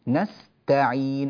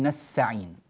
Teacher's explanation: بعض الناس لا يبين التاء كأن السين صارت مشددة عنده · Shown in: second take